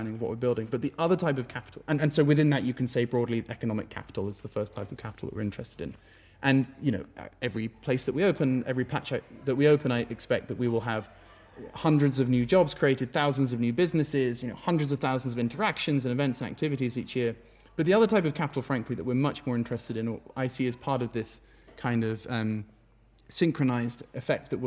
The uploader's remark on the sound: 1st live episode. It was amazing to see so many listeners in real life. This episode is the recording of the live show.